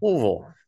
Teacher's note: it's not three syllables. It's, you guys turn it into like two and a half syllables. Not quite two, not quite three.